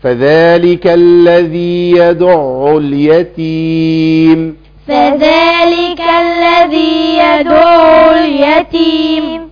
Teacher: يبقى مبين التاء وما نجيبش بدلها سين